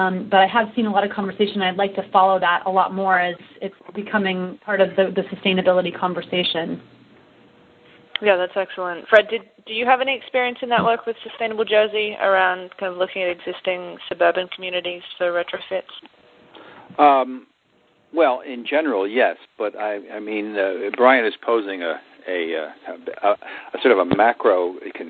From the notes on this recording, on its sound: Call recorded on January 13, 2011.